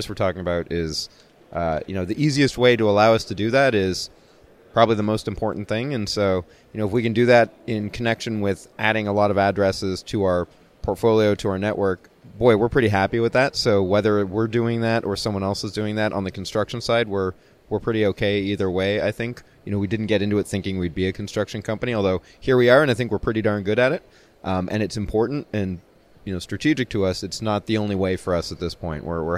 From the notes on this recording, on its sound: at the 2019 Broadband Communities Summit in Austin, he recorded a series of interviews for the podcast